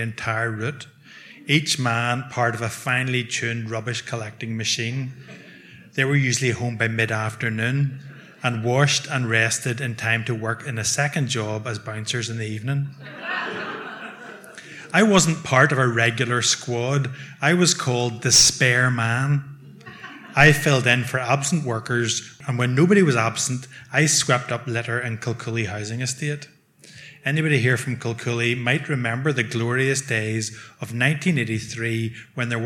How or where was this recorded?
live audience